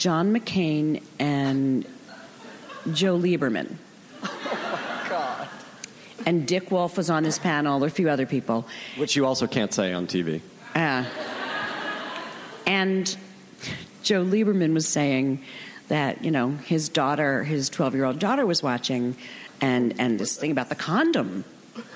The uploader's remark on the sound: Recorded June 5, 2015 at ATX Television Festival.